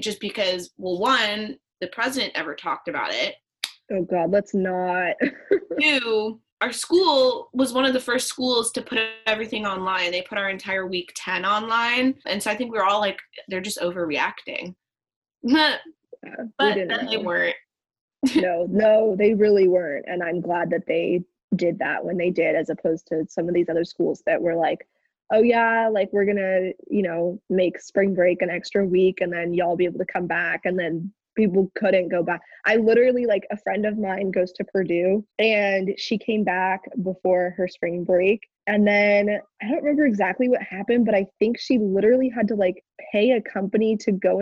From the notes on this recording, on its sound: In this first-ever zoom-recorded episode.